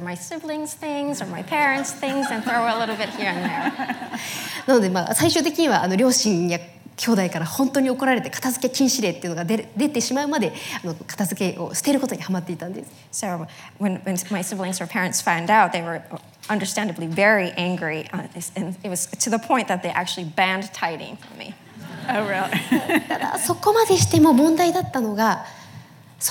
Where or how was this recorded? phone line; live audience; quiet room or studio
live audience